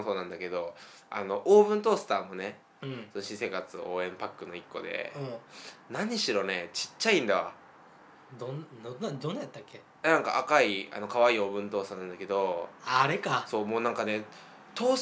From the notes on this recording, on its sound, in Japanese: 今回は2人とも風邪気味ということで、鼻をすすりながらの収録です。